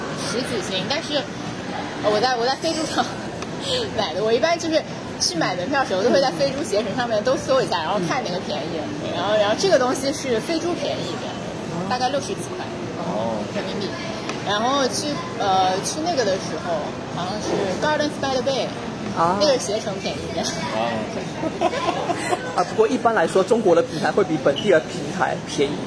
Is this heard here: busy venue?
yes